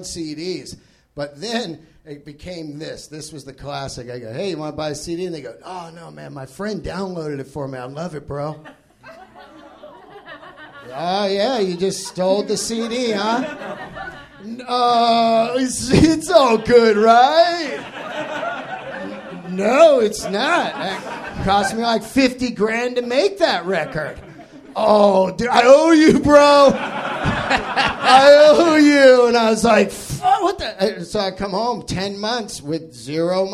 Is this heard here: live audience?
yes